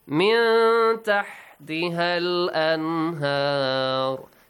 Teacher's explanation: Quickly join ها to that لام.